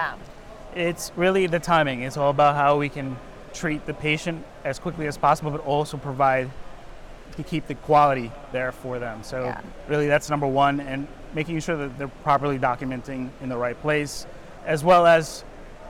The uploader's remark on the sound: live from the 2023 CHIME Fall Forum